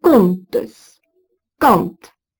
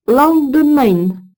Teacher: les consonnes nasales sont toutes prononcées